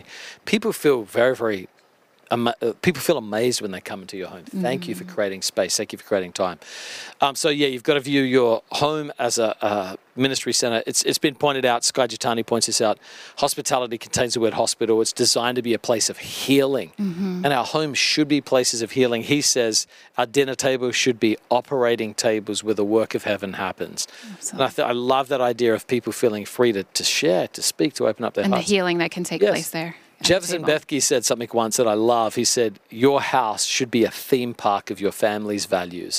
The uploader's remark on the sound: live at the 2023 Child Discipleship Forum